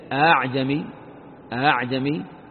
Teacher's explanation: فيهمز الأولى بالتحقيق أ، والثانية بين الهمزة وبين الألف · Term: تسهيل الهمزة